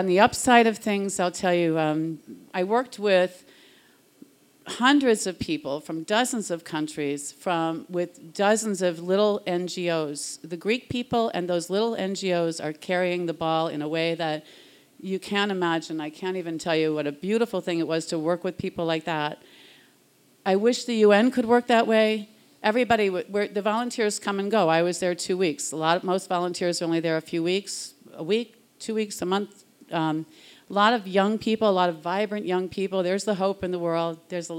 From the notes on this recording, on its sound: Recorded live in Boston, MA at Internal Matter on February 16, 2016.